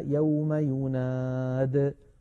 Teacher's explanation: فكذلك نقف عليها يوم يناد ولا نقول يوم ينادي وقفا